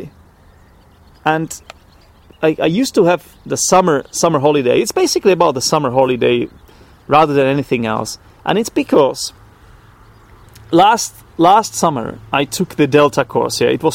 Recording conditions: outdoors